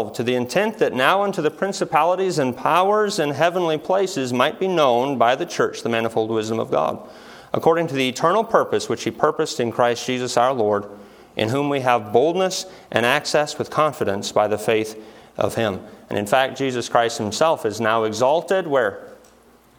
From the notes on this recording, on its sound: From the chapel platform of Baptist College of Ministry.